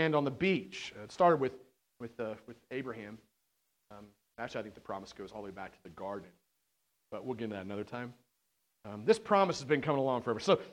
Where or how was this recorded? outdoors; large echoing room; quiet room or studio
large echoing room